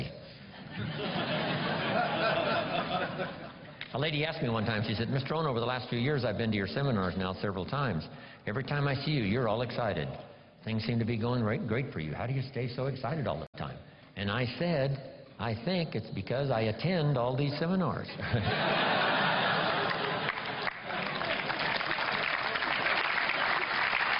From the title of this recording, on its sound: Rare Seminar Recording